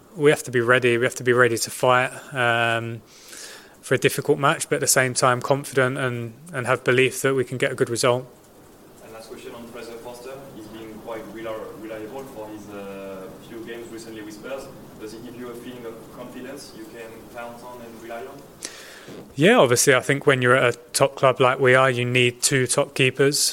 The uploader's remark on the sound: PRESS CONFERENCE